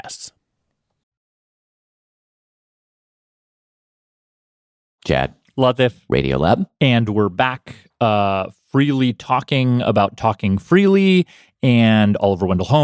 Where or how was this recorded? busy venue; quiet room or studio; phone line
quiet room or studio